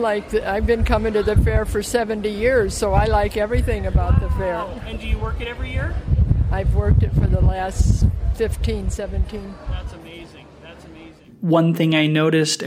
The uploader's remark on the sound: Live at the Sandwich Fair!